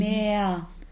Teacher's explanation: Das ist immer wie ein EA, so ein bisschen.